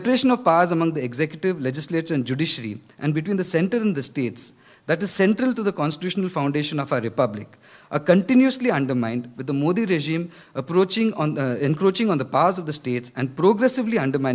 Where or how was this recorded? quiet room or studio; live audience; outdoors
live audience